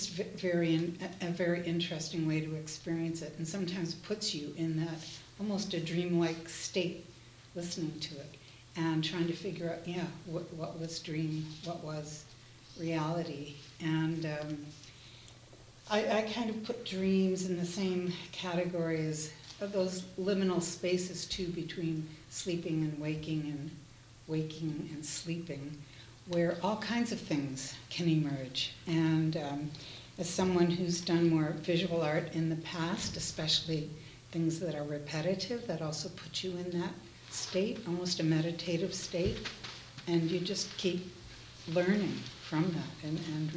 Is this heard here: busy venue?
yes